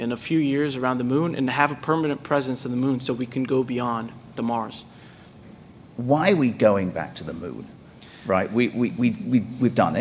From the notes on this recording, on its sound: At the event: Some curious kids in the audience who had some questions of their own.